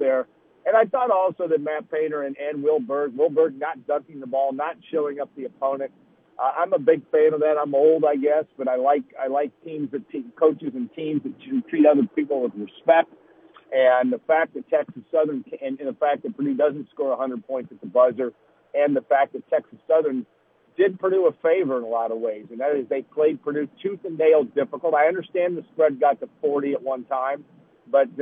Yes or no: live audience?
no